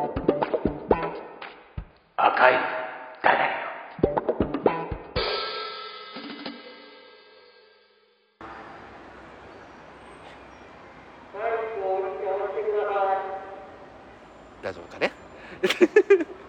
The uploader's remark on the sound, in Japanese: 公園で収録してます。